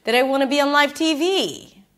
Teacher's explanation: she goes a little higher for live TV